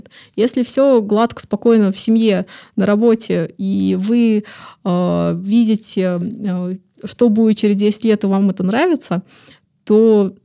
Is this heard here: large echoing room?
no